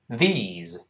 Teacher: T H E S E 发长音，E，后面再发浊辅音 Z